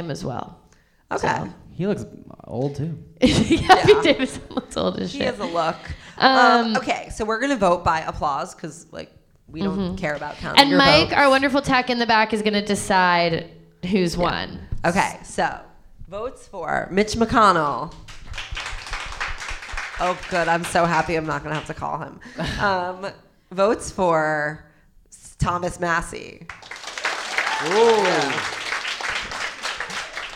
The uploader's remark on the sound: grace the stage of The Pit Loft in New York City to bring you their first ever live show